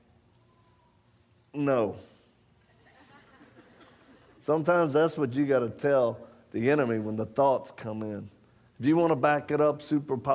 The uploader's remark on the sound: shared with the congregation at Calvary Chapel in Murrieta, California